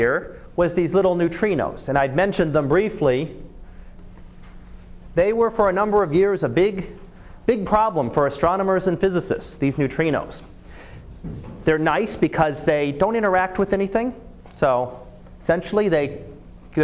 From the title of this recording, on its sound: Live Class Lecture